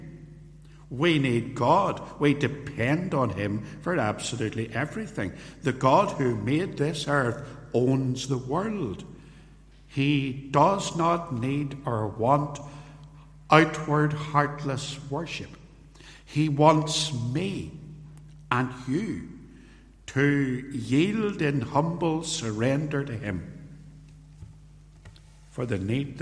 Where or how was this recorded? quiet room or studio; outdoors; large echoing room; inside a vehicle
large echoing room